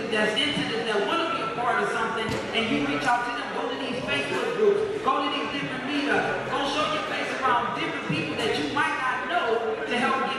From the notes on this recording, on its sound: The plugs take live audience questions. The conversation continues live at Indie Fest in Atlanta Ga.